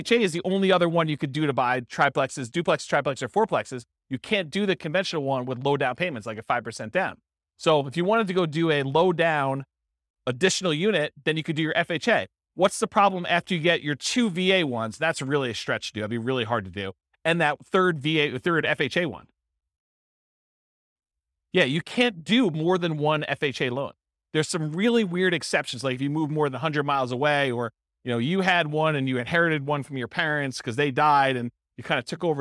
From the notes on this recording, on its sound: This was a live class recorded